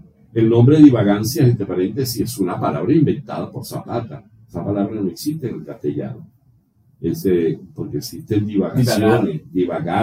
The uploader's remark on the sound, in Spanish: Pedimos disculpas por la falla técnica de audio. Por momentos olvidaras que hay un inconveniente con el sonido.